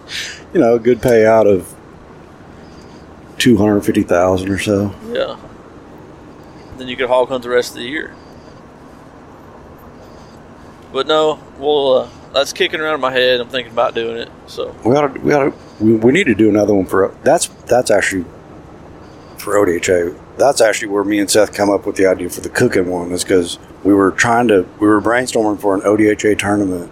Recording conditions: inside a vehicle